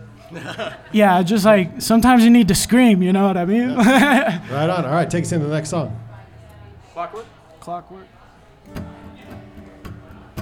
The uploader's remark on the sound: Van Sessions at The Monarch. Ogden's First Friday Art Stroll. A LIVE studio audience recording. Thanks to everyone who came out to the live show! The Monarch Building in Ogden, Utah.